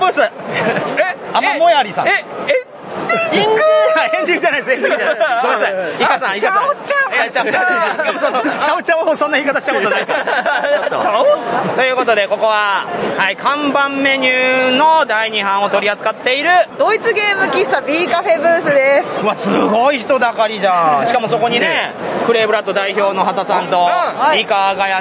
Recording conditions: busy venue